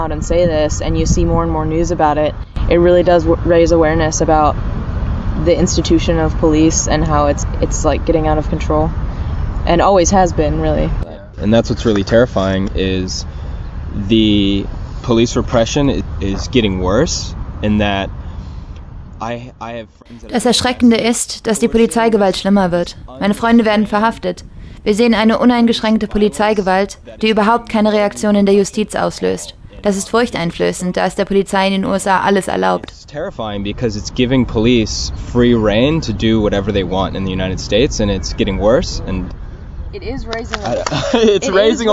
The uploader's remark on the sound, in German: Anfang Juni sprachen wir in Berlin am Rande eines Vortrages der Free Mumia Bewegung